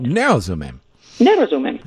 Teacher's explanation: You have to emphasize the first syllable.